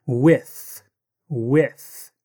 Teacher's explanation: Notice how the word with has the voiceless TH sound.